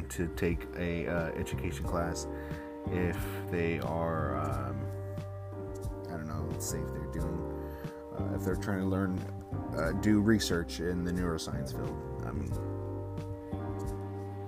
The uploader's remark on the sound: Apologies for the noise in the background if there is any!